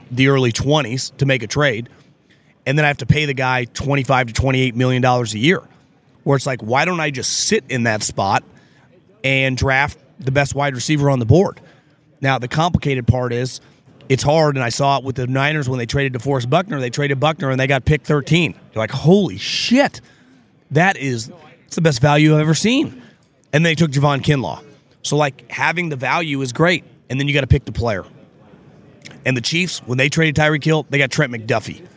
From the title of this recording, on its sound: Live from the NFL Combine